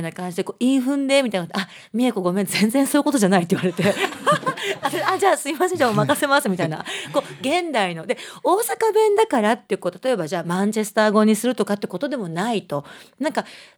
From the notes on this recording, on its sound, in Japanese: 公開収録の模様をお届けします。イベント観覧に参加したリスナーからの質問にも答えた。